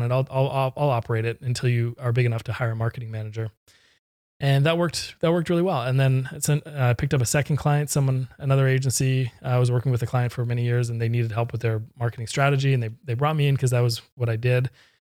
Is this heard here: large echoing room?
no